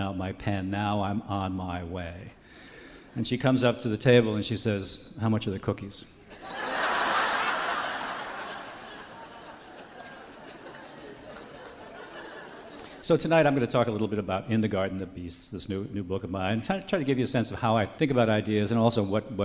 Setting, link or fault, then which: setting, live audience